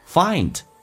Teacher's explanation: 双元音 I 再饱满一点，加个鼻音 find